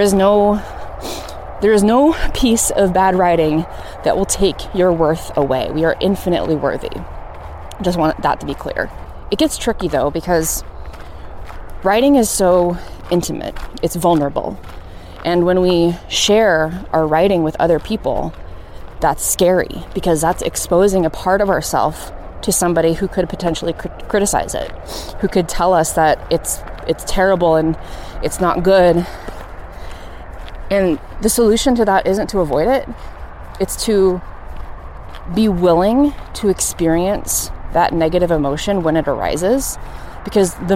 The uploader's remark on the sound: Please forgive all the traffic sounds! I was coming down the south side of Waterworks Hill in Missoula, which is right by I-90.